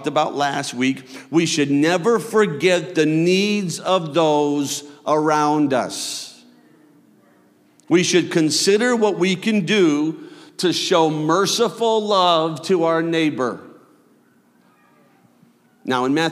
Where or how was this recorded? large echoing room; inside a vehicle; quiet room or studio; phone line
large echoing room